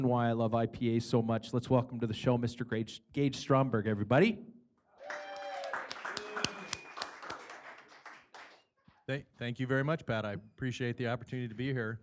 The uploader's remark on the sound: Live from River City Brewing's Tap Room (insert sad face) for the last time.